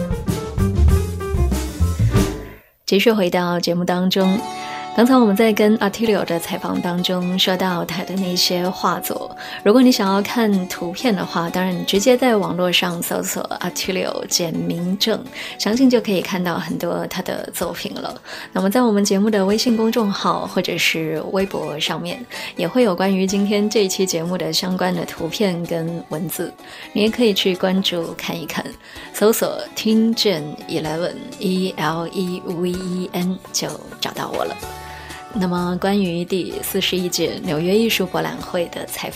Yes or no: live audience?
no